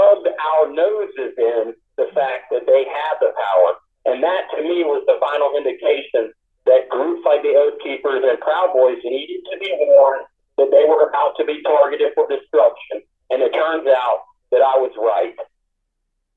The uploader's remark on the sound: able to phone in from his prison cell